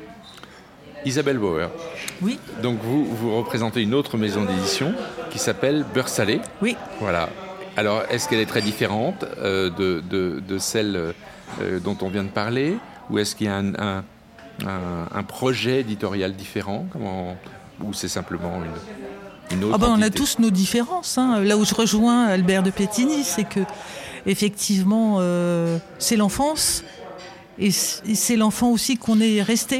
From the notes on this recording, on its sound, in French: Assis à une table du bar le Clémenceau de Jard sur mer, nous recevons des auteurs et des éditeurs qui participent à Escale Littéraire, le festival proposé par la communauté de commune Vendée Grand littoral.